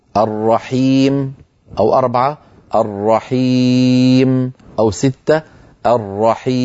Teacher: العارض للسكون قد يمد حركتين